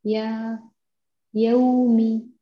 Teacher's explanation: افتحي في الياء قبل الواو اللينة، لابد أن يتم الفتح وإلا تأثر فتح الياء